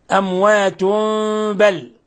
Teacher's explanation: إذن أموات بل، هذا الحكم التجويدي إقلاب. إقلاب، قلبنا التنوين، تنوين الضم عند الباء ميما مخفى